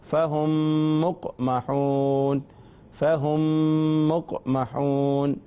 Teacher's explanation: ادغام شفوی. میم کا میم میں ادغام ہوتا ہے اور غنہ بھی ہوتا ہے